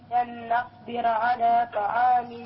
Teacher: فخم الراء وشدد النون